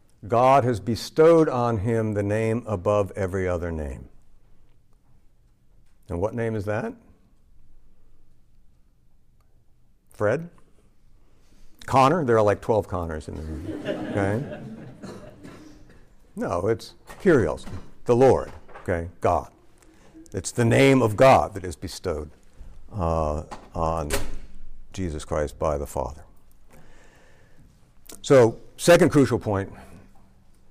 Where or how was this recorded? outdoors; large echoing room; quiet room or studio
large echoing room